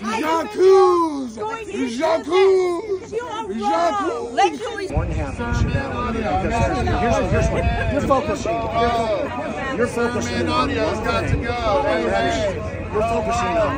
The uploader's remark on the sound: A protest was staged outside of Manor Community Church where The Foundations Conference by SermonAudio was being held.